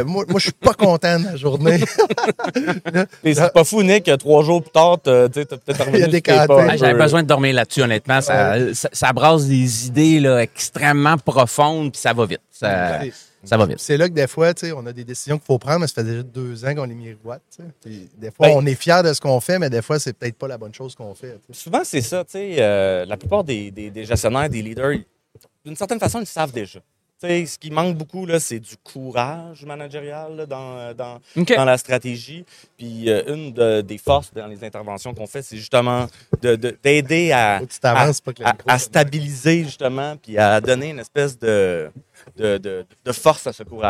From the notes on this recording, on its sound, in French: MXO en direct de Stratégies PME.